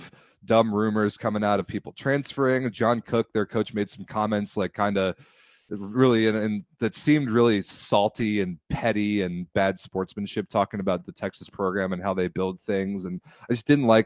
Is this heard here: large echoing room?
no